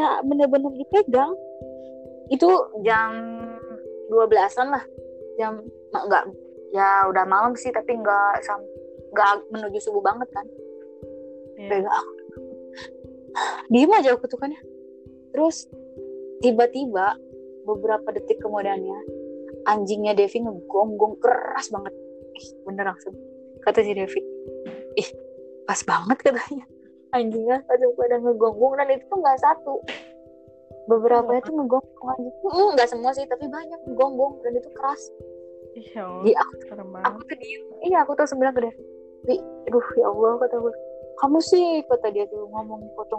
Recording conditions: poor sound quality